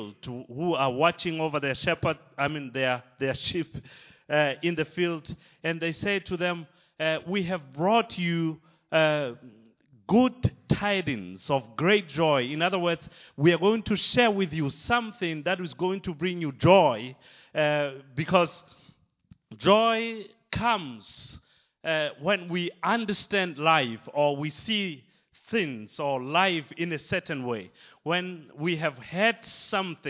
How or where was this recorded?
large echoing room